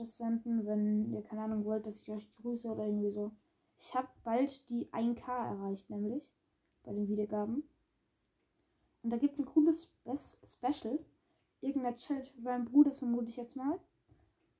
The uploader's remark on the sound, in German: Sorry wegen der Tonqualität